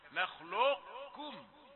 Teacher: تأتي الكاف بعد ذلك رقيقة غير متأثرة بما قبلها · Term: الادغام الناقص